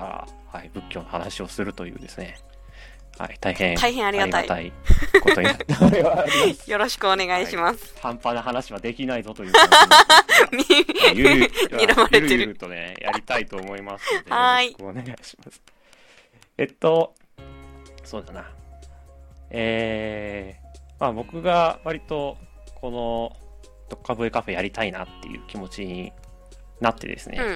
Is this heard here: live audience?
no